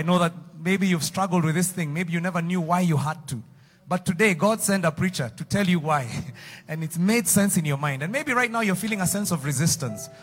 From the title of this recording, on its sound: Preached Live at Mavuno South